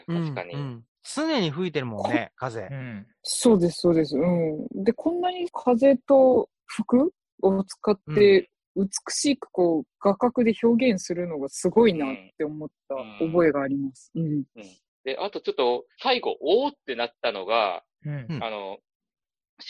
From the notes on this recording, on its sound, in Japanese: ZOOM収録